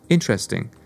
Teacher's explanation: The word interesting has the stressed part on the first syllable